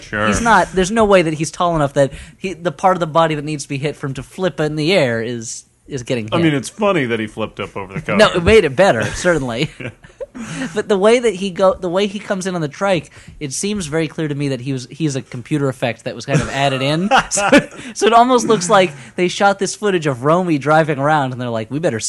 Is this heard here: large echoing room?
no